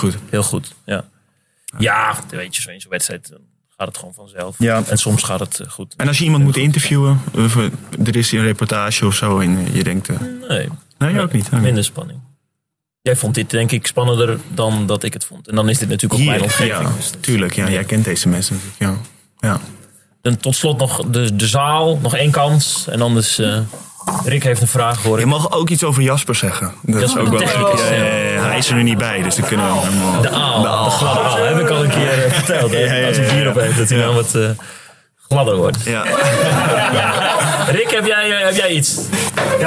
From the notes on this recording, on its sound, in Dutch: Live vanuit Drenthe. In de kantine van de club van host. HVC, wordt de vierde podcast van het tweede seizoen van Spielmacher opgenomen.